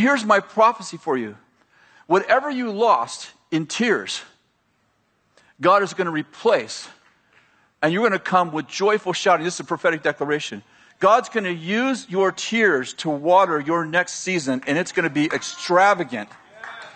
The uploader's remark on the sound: At Bethel Church in Redding, CA.